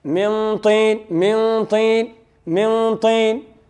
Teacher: الإخفاء في الطاء والدال شديد، لما كان شديدا هنا قرب من الإدغام، لأن مدة زمان الغنة فيه قليلة، كأن الطاء تشدد عند النون الساكنة، وكذلك الدال والتاء، من طين من طين من طين.